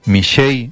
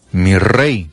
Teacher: una R mal pronunciada que puede pasar por S, emitidas de la cavidad central de la boca con un movimiento especial de la lengua entre las muelas · Shown in: first take · Así se oye Michey en vez de mi rey.